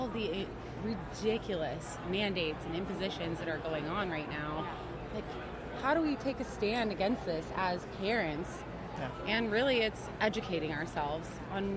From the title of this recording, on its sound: Podcast at AmFest